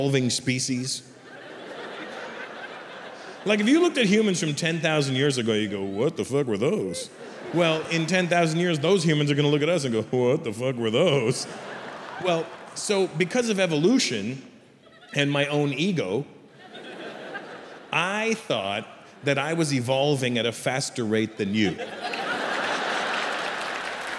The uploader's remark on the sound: Recorded in front of a sold-out audience at Mumbai’s NSCI Stadium.